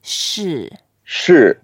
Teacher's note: It's fourth tone going down.